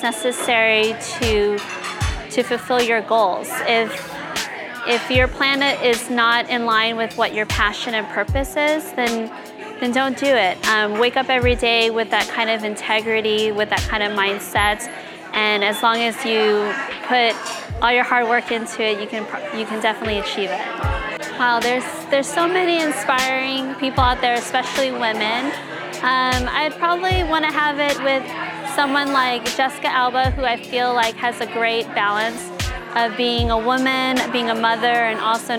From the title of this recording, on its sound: Live from A Celebration of Women